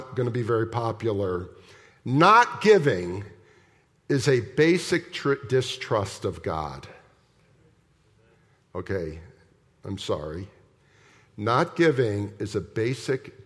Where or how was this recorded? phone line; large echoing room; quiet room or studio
large echoing room